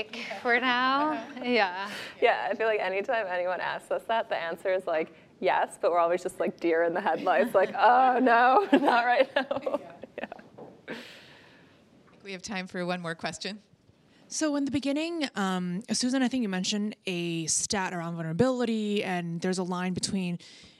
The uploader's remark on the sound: Next Big Idea Club event audio